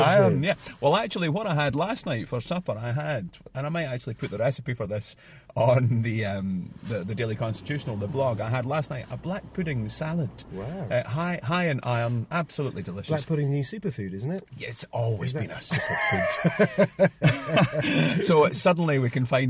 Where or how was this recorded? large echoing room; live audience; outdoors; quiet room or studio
outdoors